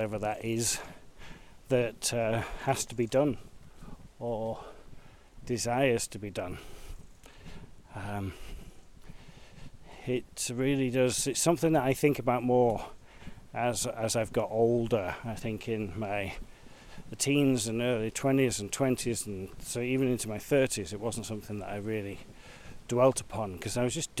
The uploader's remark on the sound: Join me as I discover Arundel, Arundel Park and the River Arun. Walking part of the Monarch's Way, encountering a folly, a lot of water and mud, all the while having a discussion with myself about motivation and desire.